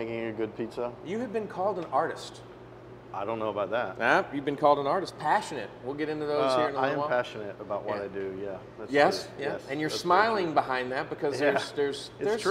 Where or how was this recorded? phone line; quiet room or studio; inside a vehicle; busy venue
busy venue